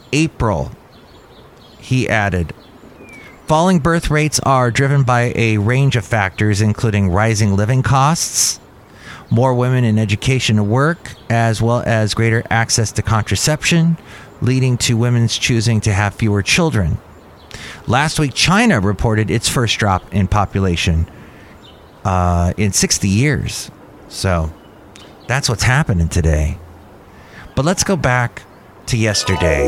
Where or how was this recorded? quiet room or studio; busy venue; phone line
busy venue